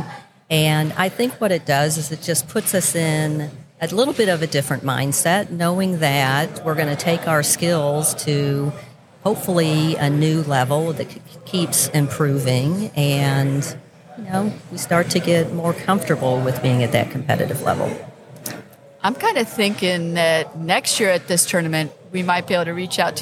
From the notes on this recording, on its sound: Live at the Collegiate Open. At Bonita Bay Club.